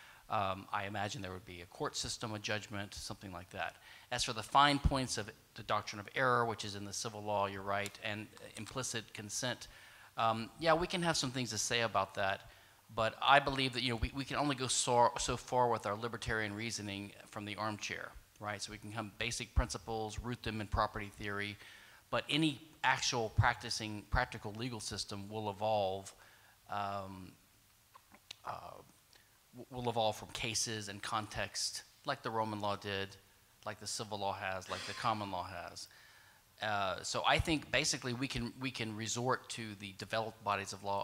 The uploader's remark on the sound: This panel discussion is from the 2017 Annual Meeting of the Property and Freedom Society.